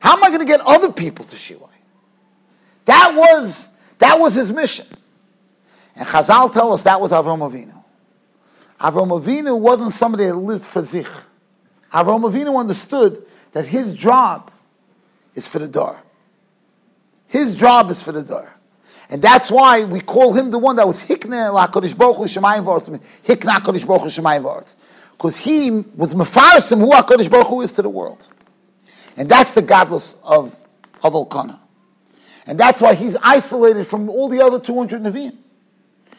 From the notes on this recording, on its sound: Shiur recorded in Yeshivas Ohr Reuven, Monsey, NY.